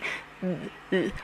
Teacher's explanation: 就是咬舌的那个声音，咬舌头的这个声音啊，但是很轻的，然后呢就是有声的这个声音，就是会触碰声带的这个声音